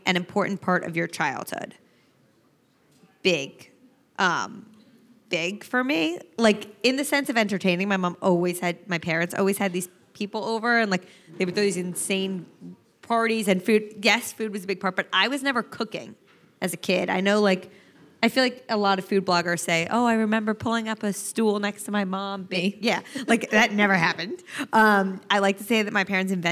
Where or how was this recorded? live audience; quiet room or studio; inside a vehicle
live audience